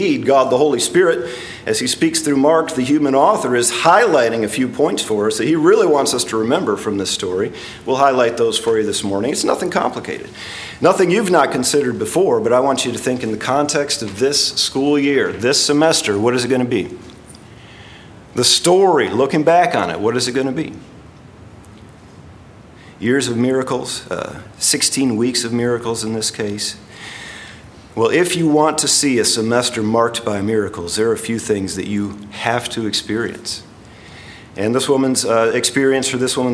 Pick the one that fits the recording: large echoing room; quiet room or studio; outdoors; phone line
large echoing room